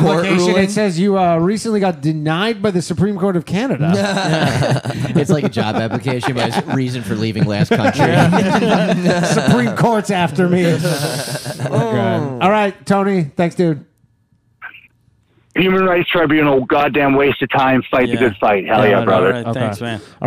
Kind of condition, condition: link, phone line